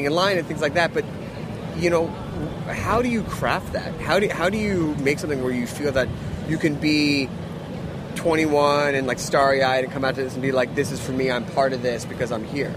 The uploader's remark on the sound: We're live at ComplexCon with First We Feast. In the second half of the show, we have a live in-studio performance.